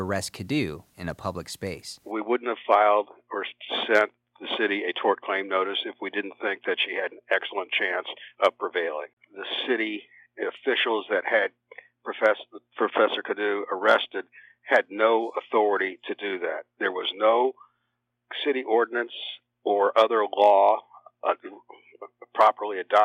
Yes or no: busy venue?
no